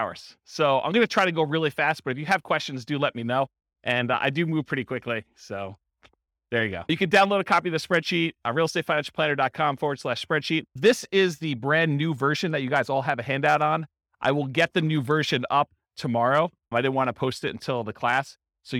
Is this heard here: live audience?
yes